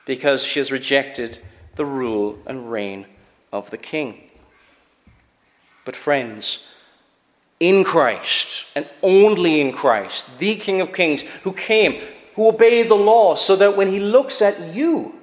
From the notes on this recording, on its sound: Preached at Shettleston Free Church